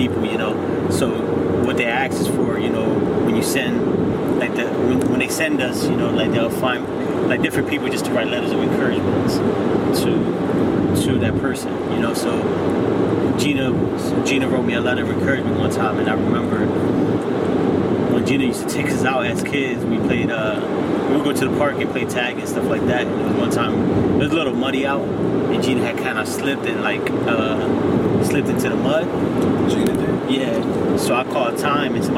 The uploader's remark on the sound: Were on our way to a wedding in Delaware, and I decided to record our conversation with intention of using the footage and audio sometime in the future.